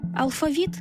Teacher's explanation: Наголос у слові «алфавіт» на другому складі основний у нашій мові, бо збігається з грецьким «алфавітон», від якого й походить українська лексема.